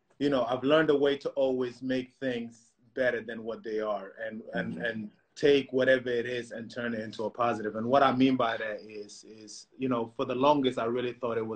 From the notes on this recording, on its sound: Instagram live discussions